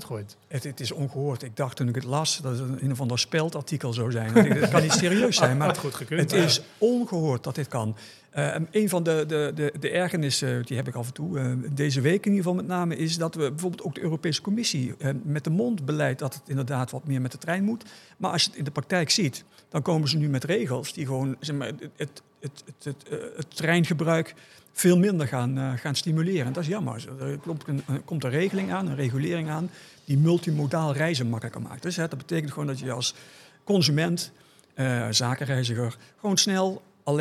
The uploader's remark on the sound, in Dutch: De Luchtvaartnieuws Podcast ging deze keer on tour, en was te gast in de vernieuwde LuminAir rooftop bar van het DoubleTree by Hilton in Amsterdam.